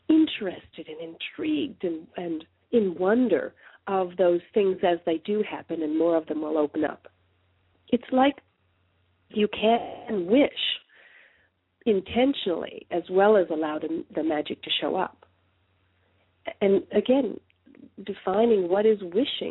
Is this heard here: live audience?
no